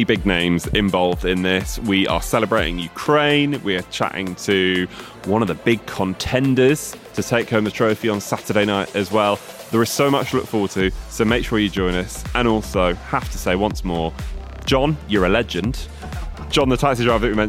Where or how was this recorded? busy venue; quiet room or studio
busy venue